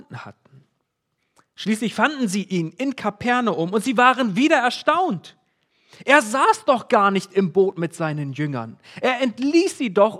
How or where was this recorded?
large echoing room